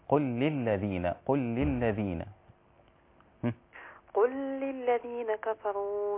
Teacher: ليس هناك غنة في اللام